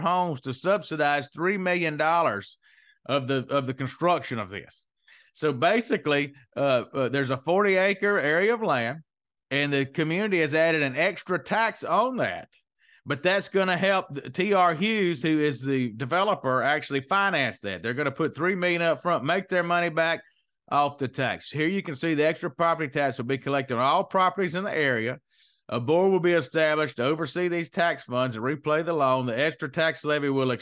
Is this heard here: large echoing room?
no